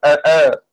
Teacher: أن الهمزتين محققتان على أصلهما